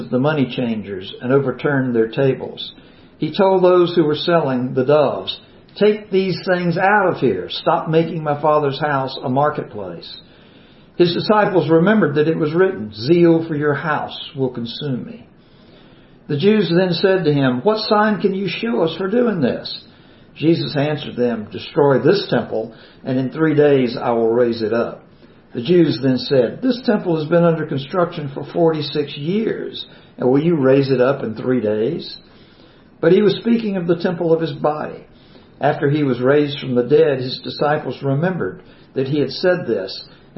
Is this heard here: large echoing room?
yes